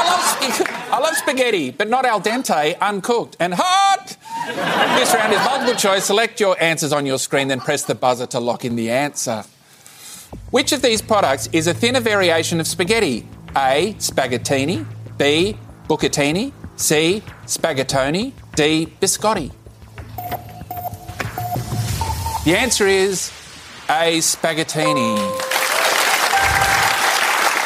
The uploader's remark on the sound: It was recorded in-front of a live studio audience in early September, 2022.